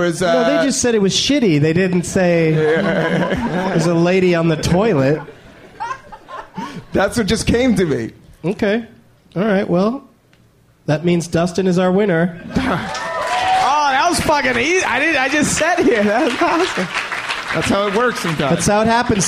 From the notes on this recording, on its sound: Live from The Punchline Comedy Club in Atlanta